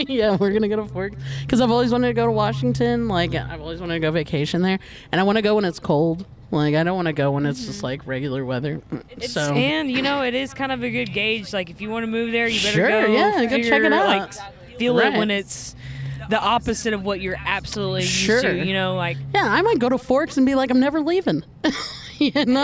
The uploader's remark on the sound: Mic'd up our car convo on our drive down to San Antonio this past August as we embarked on our 2023 Mini Tour!